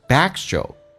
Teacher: back 的 k 是不用发音，因为两个辅音只用发后面一个，同时 stroke 那个 tr 要浊化成 dr，就变成 backstroke，气流阻塞一下